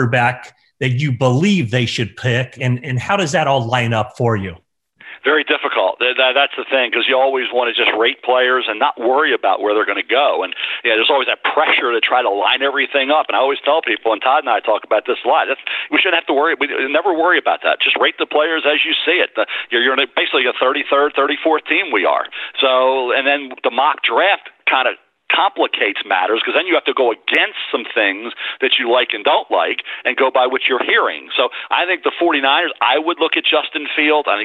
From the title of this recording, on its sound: NFL Draft Conference Call